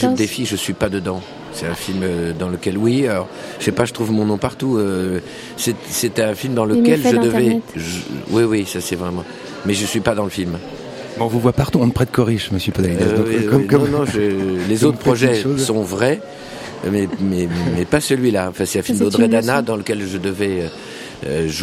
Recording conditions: busy venue